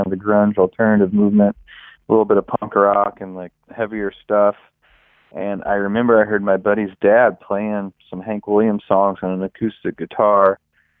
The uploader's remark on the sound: We caught up.